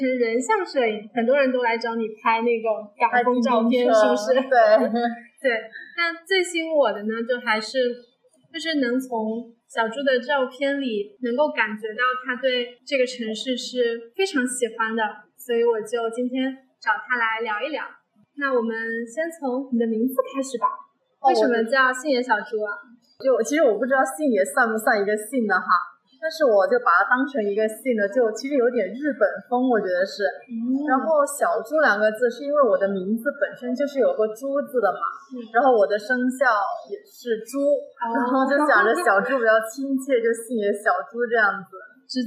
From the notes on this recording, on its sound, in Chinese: 在我邀约后就请求能不能把她最喜欢的红绿灯声音放进来。本来我们约在西九龙的海滨听着海浪聊天，但那天突然下大雨，临时转到室内，由于技术原因，第一次外景录音，声音质量在修复之后还是不尽如人意。